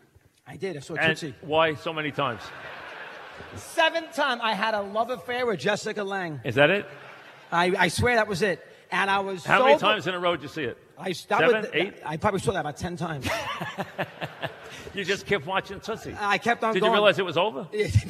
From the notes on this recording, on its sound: Live at the Tilles Center